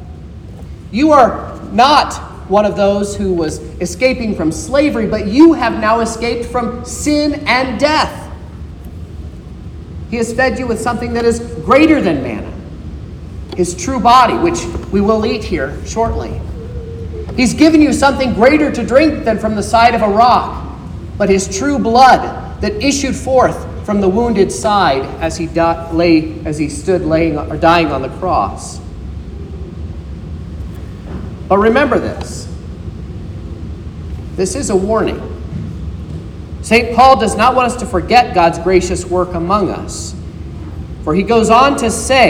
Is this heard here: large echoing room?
yes